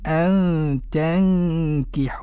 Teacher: النون الساكنة أتى بعدها كاف أيضا إخفاء حقيقي والحاء مد طبيعي. والنون المشددة في تنكحوهن تغن هذه النون المشددة وقفا ووصلا إذا وقفنا اضطرارا أو اختبارا لأنه لا يوجد وقف هنا.